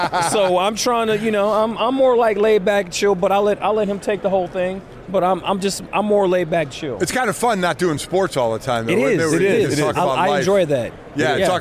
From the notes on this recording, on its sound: live from radio row for Super Bowl LVII